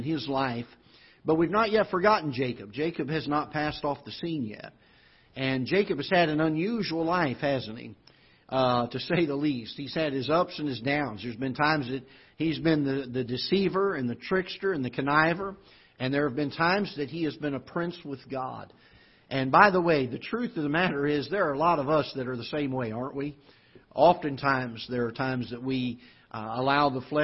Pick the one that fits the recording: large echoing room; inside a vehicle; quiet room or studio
large echoing room